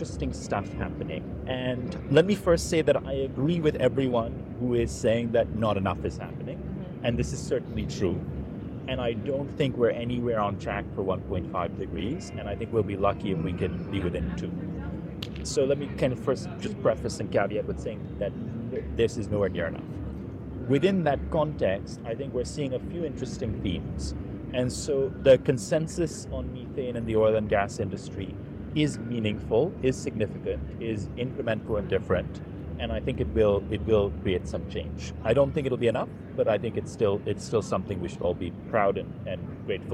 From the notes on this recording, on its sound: Live from COP28.